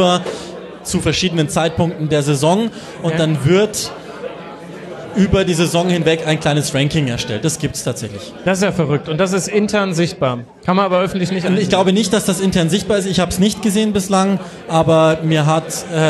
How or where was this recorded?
live audience